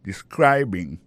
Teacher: describing, accent tombé sous deuxième syllabe là. Ça veut dire mot ça a trois syllabes describing.